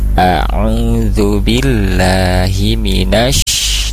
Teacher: Jadi huruf shinnya tengah-tengah lidah mengarah ke langit-langit, kemudian ada tapashi menyebarnya udara.